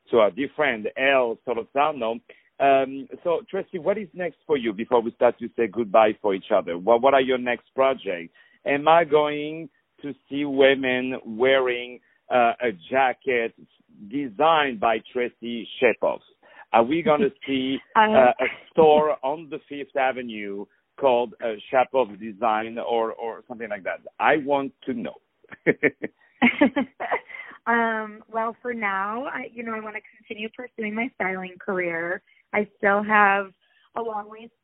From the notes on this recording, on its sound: On the phone